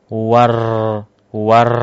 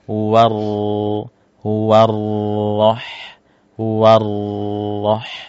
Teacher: Jadi dia bergetar tapi si ujung lidahnya itu nempel ke langit-langit atas. · Shown in: second take · Term: takdirnya disamarkan